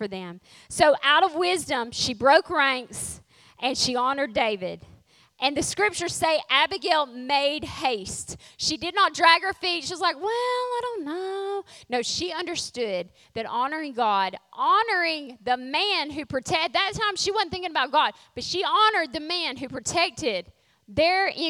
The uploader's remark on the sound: Refresh Women's Conference Session 2.